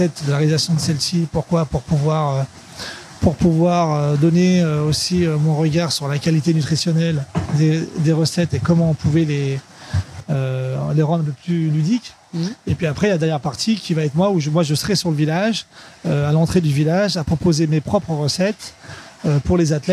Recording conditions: busy venue